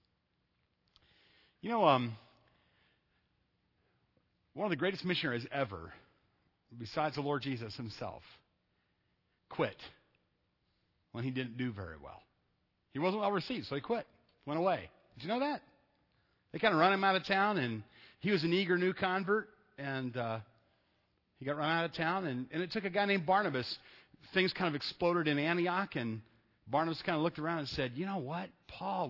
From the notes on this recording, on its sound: Sunday night at Evangel I preached a message